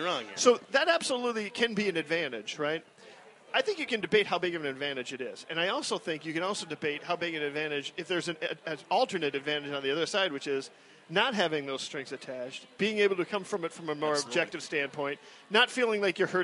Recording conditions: busy venue